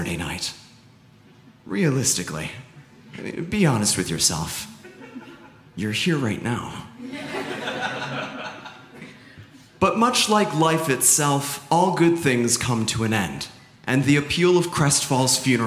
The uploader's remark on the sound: The Live Funeral at Chicago Podcast Festival 2018. Performed at the 2018 Chicago Podcast Festival.